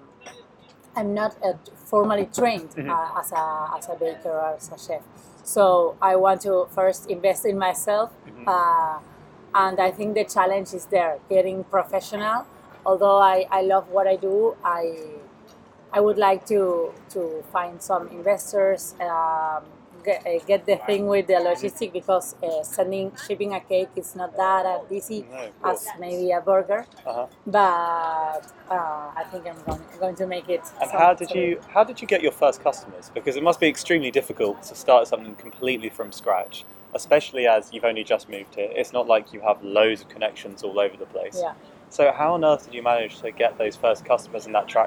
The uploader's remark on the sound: Omama's Pasteleria, Barcelona. Apologies in advance for the background noise and the wind - my microphone is still on the way and we were talking outside on a busy Saturday morning!